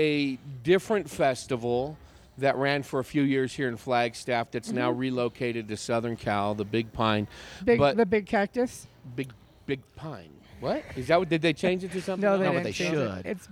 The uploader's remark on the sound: Recorded at the beautiful patio of Late for the Train Coffee in Flagstaff, AZ. Recorded as part of the First Annual Jest Another Comedy Festival that took over downtown Flagstaff. Produced by Jester Comedy & The Orpheum Flagstaff. Recorded at the beautiful patio of Late for the Train Coffee in Flagstaff, AZ.